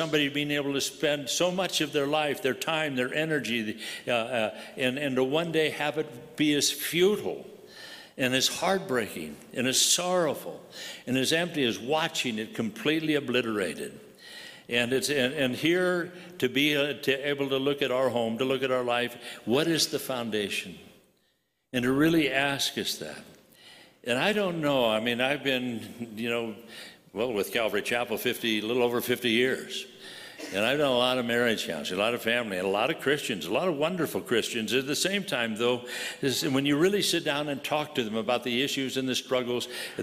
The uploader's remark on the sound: from the 2022 Southwest Men's Conference, Occupy Until He Comes